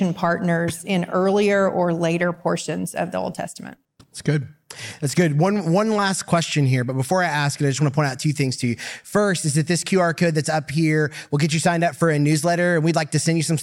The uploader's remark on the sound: Live at The Gospel Coalition. During The Gospel Coalition Conference to record a live episode!